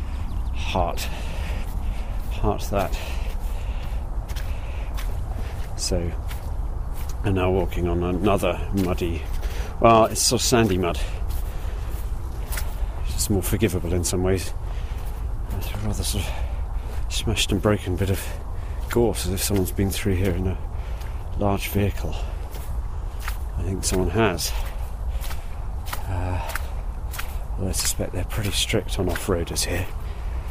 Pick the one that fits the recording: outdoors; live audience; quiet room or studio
outdoors